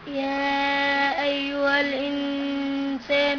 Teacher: نون ساكنة بعدها سين إخفاء